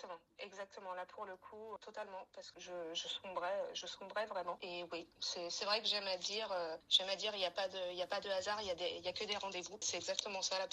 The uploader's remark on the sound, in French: Cet épisode est enregistré par téléphone